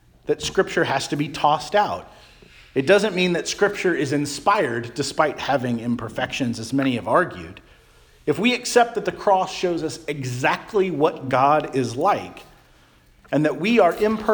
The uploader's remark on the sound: Charles Anglican Cathedral, Bremerton, WA.